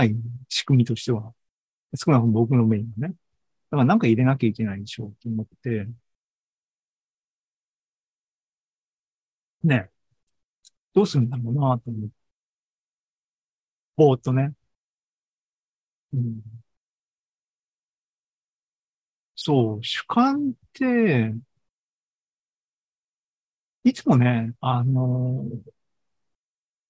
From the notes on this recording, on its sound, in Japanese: ZOOMライブの模様です